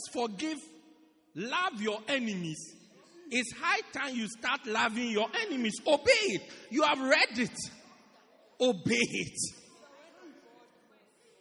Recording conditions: large echoing room